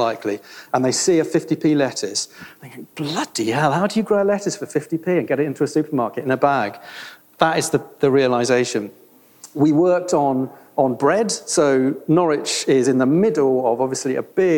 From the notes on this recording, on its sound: This is an Accidental Gods bonus Episode recorded at the Marches Real Food and Farming Conference held at Linley Estate in Shropshire in September. This was actually recorded in a barn.